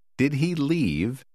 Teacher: Hãy lưu ý cách lên giọng ngữ điệu ở cuối câu hỏi